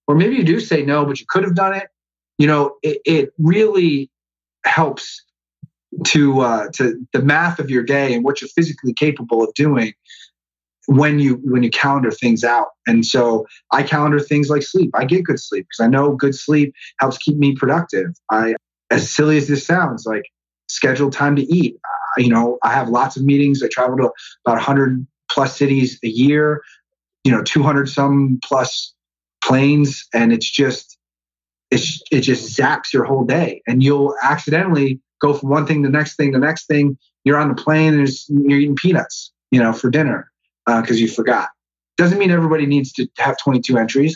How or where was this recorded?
video call